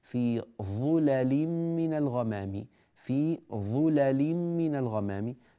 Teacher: هذه الظاء مضمومة ولذلك هذه اللام مرققة ولا تفخم